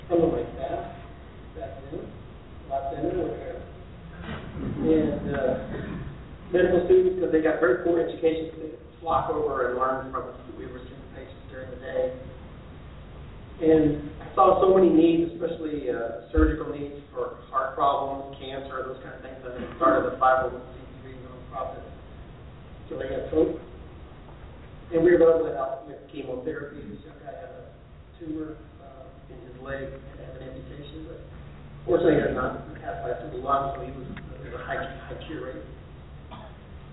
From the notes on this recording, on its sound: 2015 National Day of Prayer Mayors Prayer Breakfast New Braunfels Texas. We broadcast the Mayor's Prayer breakfast.